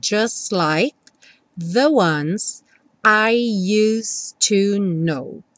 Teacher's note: O T do just não é pronunciado, então o S já vai direto para o L.